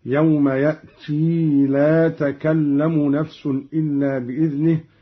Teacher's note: قرأ قالون بإثبات الياء بعد التاء في قوله تعالى: يوم يأتي، هكذا يوم يأتي لا تكلم نفس إلا بإذنه حالة الوصل فقط، وإثبات الياء على الأصل.